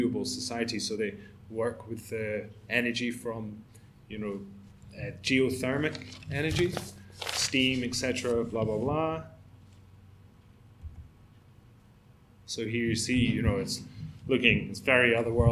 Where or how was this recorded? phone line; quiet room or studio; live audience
live audience